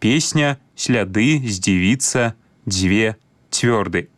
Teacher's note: пры карэктным беларускім вымаўленні свісцячыя зычныя прыкметна памякчаюцца перад наступнымі мяккімі гукамі · Term: мяккасць свісцячых зычных